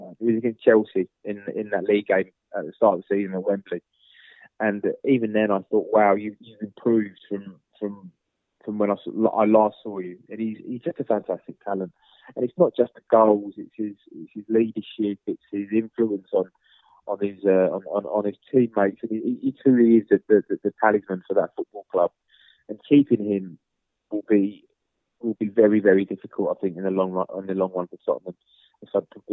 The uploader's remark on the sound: joins on the line